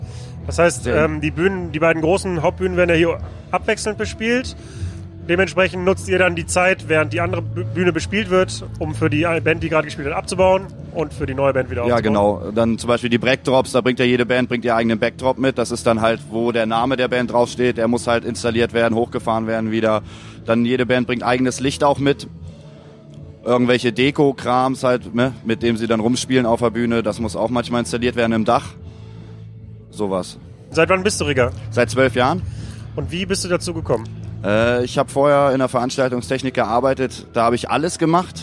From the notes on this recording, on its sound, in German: Ich war in diesem Jahr wieder zum Auflegen auf dem Deichbrand Festival bei Cuxhaven und habe die Gelegenheit vor Ort genutzt und mich mit 5 Menschen unterhalten, die auf dem Festival gearbeitet haben.